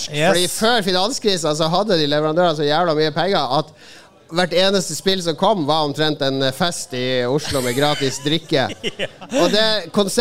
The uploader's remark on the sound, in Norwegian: Live fra TILT. For sin første liveopptreden noen sinne.